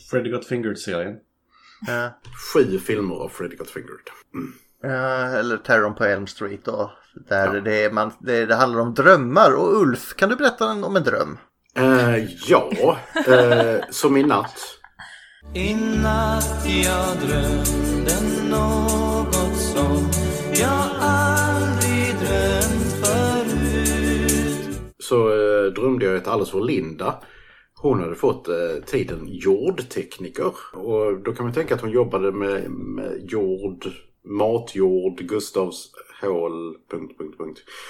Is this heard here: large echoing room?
no